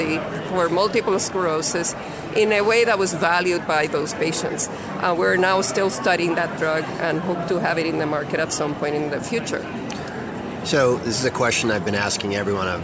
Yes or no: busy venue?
yes